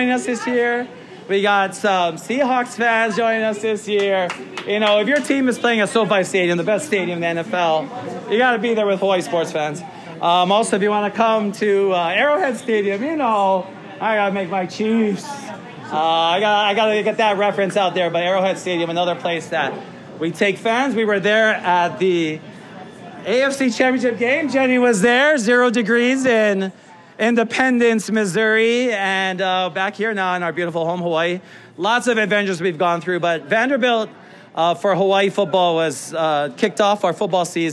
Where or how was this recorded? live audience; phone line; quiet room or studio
live audience